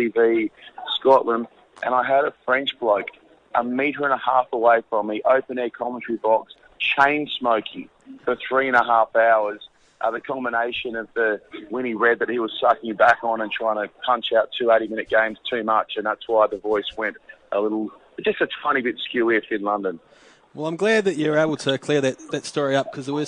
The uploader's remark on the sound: calls in from France